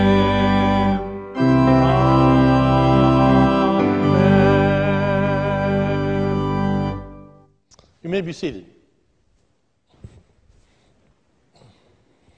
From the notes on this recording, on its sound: This is a sermon recorded at the Lebanon Bible Fellowship Church in Lebanon, PA on 10/25/2020 during the morning service. Is a stand alone sermon for our groundbreaking service.